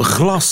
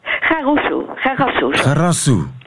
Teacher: dus een, een L wordt een R · Shown in: second take · De L lopen door elkaar heen.